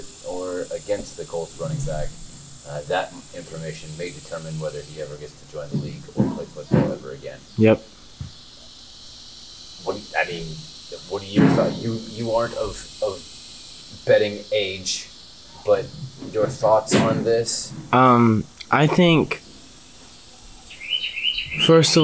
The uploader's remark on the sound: We are back for season 2 with brand new mics (leading to some technical difficulties we will fix next week).